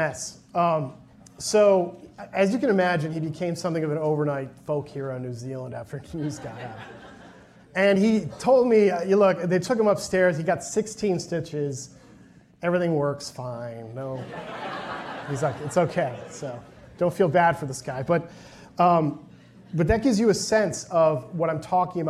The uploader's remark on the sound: a presentation from the recent Wharton Leadership Conference